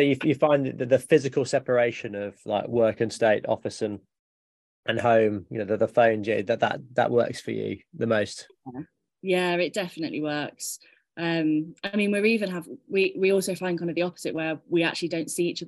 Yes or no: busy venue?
no